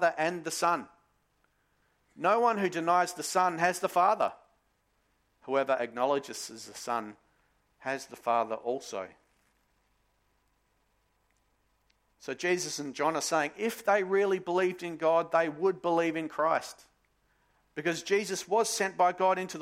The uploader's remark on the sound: Sermon recorded live from Morley Baptist Church